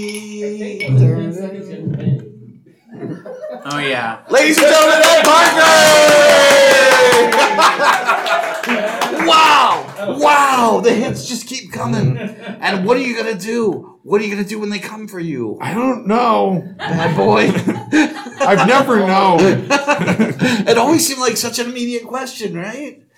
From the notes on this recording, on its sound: Recorded live with a feisty crowd in in the Board Room of RPG. We are live and it’s a party!